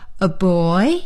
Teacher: 比如我说 aboy，我用升调，那么您呢就用降调说 aboy， aking， ajeep，Abox。好了，考考你就进行到这儿。下面呢我们就